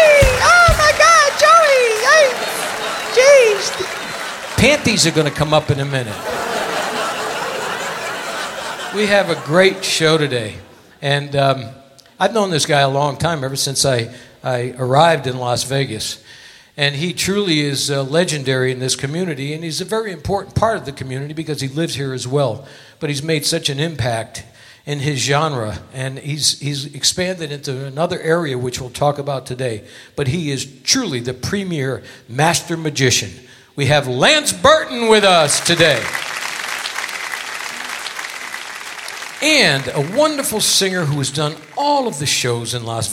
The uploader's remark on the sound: Live at the SouthPoint Casino